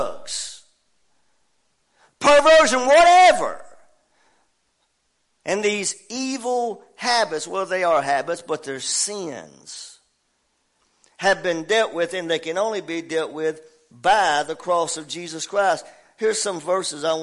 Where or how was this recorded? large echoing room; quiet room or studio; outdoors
large echoing room